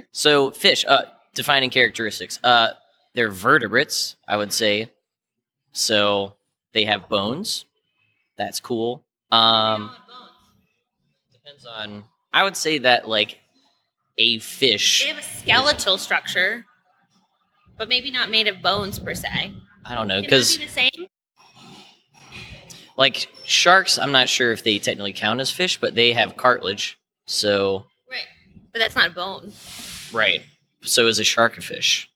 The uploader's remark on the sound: We recorded live at Mid Atlantic Podcast Conference. I am walking around asking Podcasters what their show is.